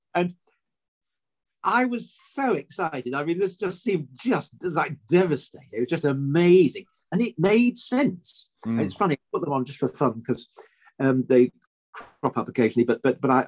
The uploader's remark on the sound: Via Zoom.